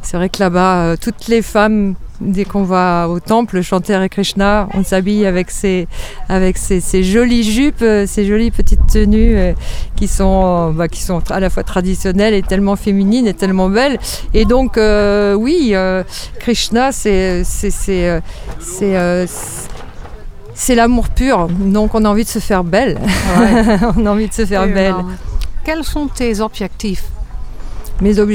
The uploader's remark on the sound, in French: En Direct Du Bhakti Om Festival.